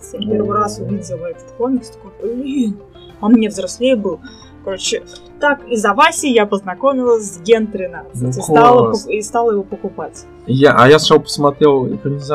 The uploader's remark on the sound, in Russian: Друзья, в начале хочу сказать, что немного напортачили со звуком.